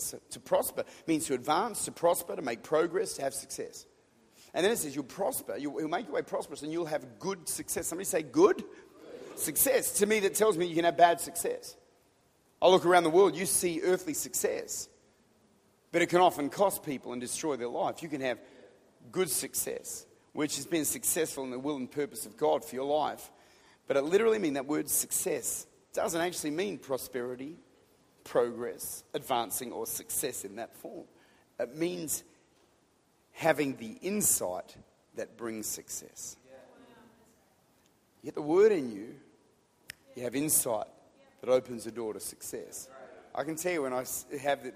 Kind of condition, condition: setting, large echoing room